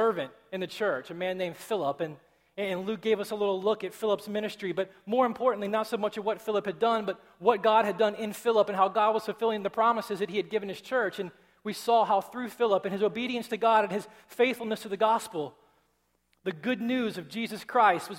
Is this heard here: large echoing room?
yes